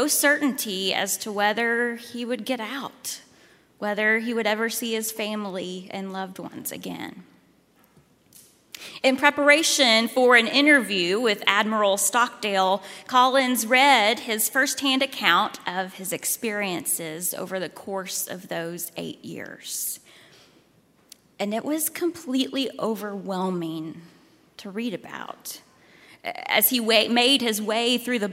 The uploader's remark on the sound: at Highland Baptist Church, Louisville, Kentucky